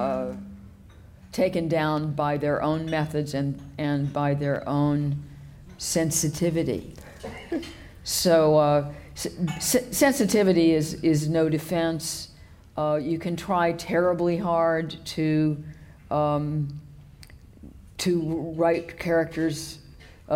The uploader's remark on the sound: The John Bonython Lecture is the annual Gala event for the Centre for Independent Studies.